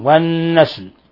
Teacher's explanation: النسل نون مشددة تغن مقدار حركتين